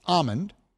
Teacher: the word almond, which is spelled but not pronounced with an L in it